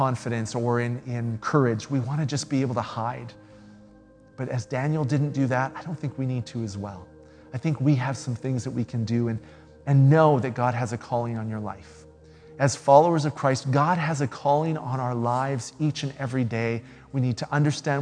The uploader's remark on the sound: speaks at SouthRidge Fellowship, a Langley church